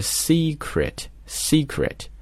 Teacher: 这两个 e 发的音，一个正好是长音的 e，一个是短音的 a 啊